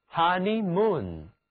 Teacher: honeymoon 这个词读起来鼻音特别重